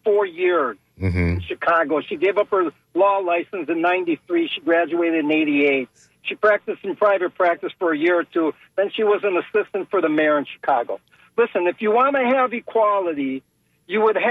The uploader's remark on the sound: unique magazine format call-in show